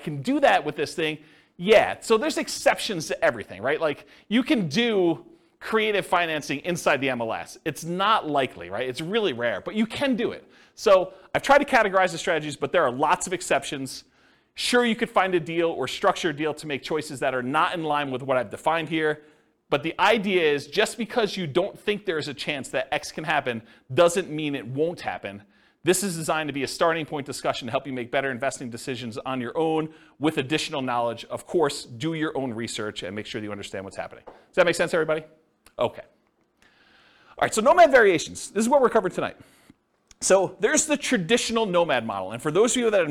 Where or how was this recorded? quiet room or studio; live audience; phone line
live audience